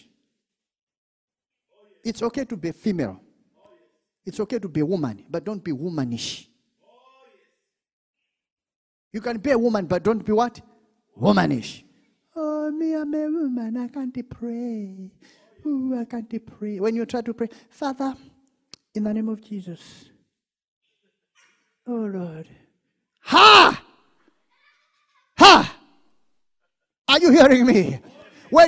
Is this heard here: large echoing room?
yes